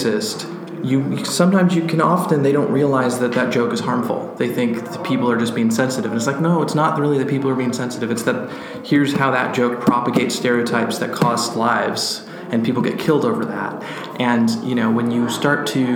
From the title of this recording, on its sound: at AlterConf in Dublin